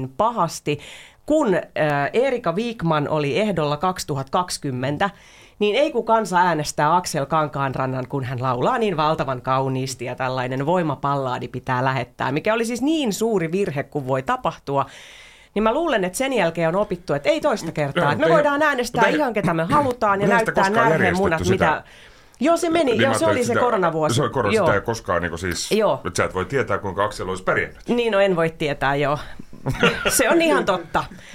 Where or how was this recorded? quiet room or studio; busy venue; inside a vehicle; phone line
quiet room or studio